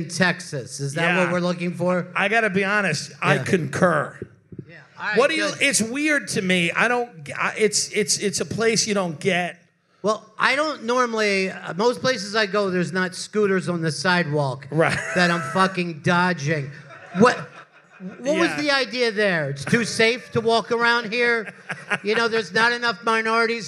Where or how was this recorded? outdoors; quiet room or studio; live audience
live audience